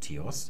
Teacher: im Griechischen haben wir dieses Theta, das ist ein behauchtes T, das ist in etwa so wie ein deutsches normales T gesprochen.